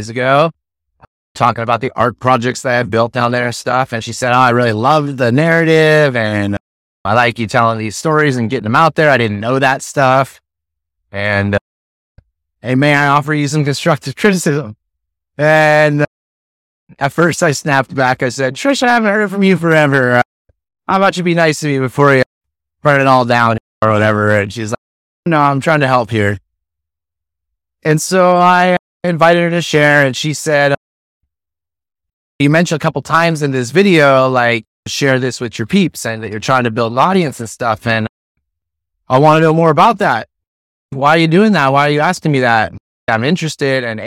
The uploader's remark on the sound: Recorded straight from my tricked-out mobile podcasting lair—yes, my truck on Hornby Island